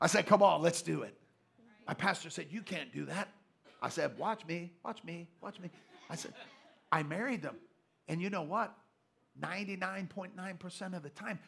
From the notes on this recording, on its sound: Live from GLC. LIVE podcast.